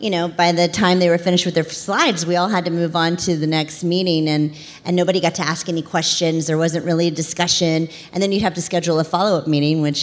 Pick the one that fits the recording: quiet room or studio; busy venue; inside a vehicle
busy venue